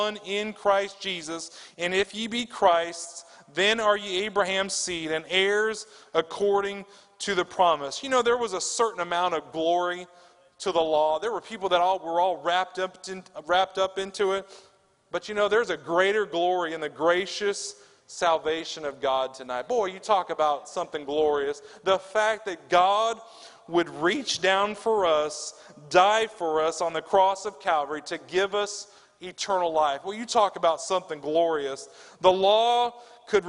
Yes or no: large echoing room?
yes